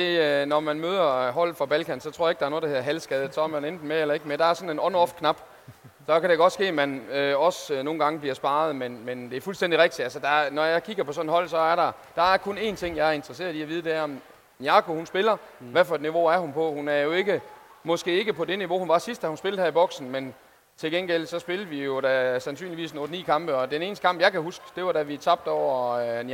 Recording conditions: busy venue